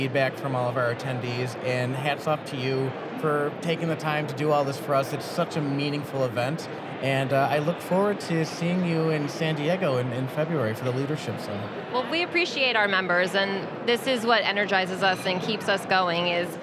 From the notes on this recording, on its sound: Today’s episode is live on the expo floor of the 2023 Annual Conference and Expo